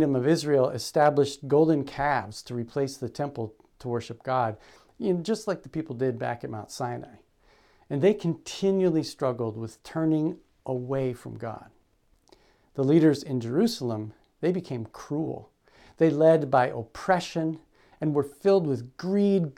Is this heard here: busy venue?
no